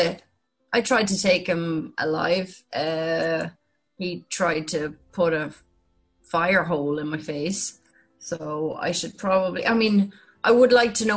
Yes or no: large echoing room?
no